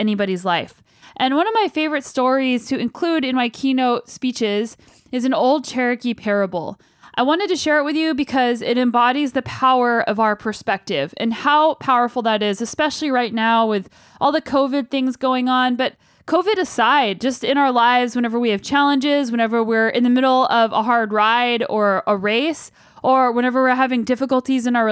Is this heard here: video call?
no